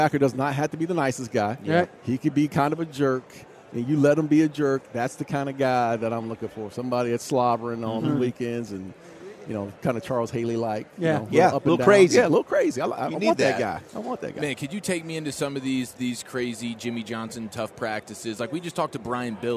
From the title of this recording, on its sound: live from Super Bowl Radio Row